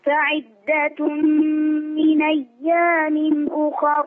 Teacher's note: أخر مفخمة لأنها مسبوقة بفتح